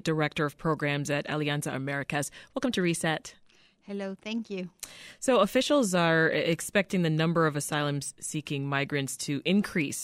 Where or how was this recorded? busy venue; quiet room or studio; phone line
quiet room or studio